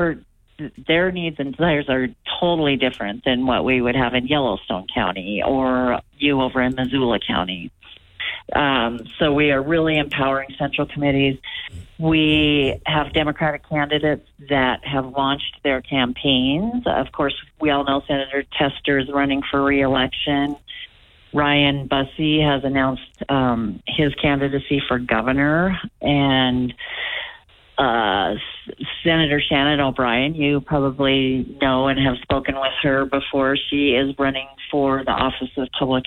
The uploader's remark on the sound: We had open phones